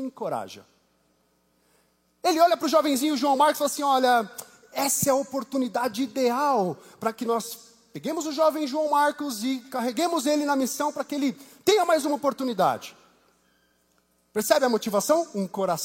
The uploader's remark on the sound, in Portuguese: Culto ao vivo IBMorumbi